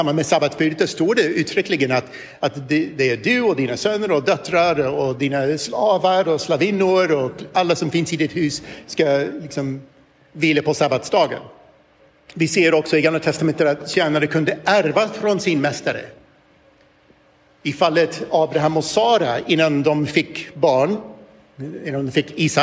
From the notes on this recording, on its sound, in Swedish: I detta inspelade föredrag från Uppdrag: Guds rike 2023